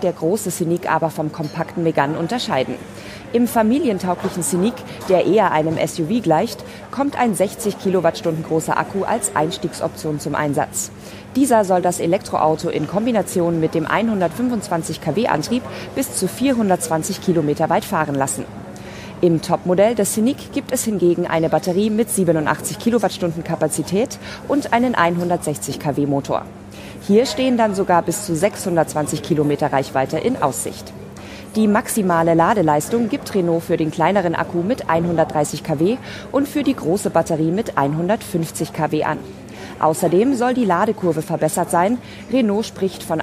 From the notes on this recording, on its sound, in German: Wir senden wieder live vom Open Space der IAA auf dem Königsplatz in München!